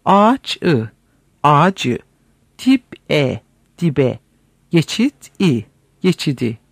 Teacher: Bu değişmenin sebebi sedasız konsonantı iki yanındaki vokallerin seda bakımından kendilerine benzetmeleridir · Term: sedalılaşma